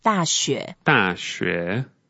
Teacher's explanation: make sure you use the third tone for 雪, because if you say 大雪, the second tone, that means the university.